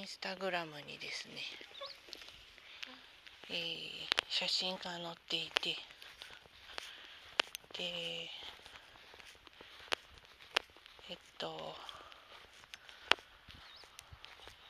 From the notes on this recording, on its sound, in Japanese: 第３０回 早朝さんぽ収録。朝のさんぽ途中に収録してみました。家のすぐそばの公園で、ベンチに座ってみたり、歩きながら収録してみたり。人が通る度にドキッとします(笑)鳥の声が、聴こえるといいのですが。